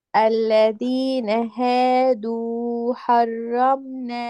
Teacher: الألفات، يعني عطي المد الطبيعي حقه، هادو حرمنا، أعطي الألف زمنها، الواو زمنها، ما تختلس يعني، ما تنقص من الزمن. أنت حكيتي هادو كأنها ضمة، هي واو، حكيتي حرمنا كأنها فتحة، هي ألف، أعطي الزمن.